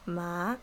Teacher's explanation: second tone is like asking a question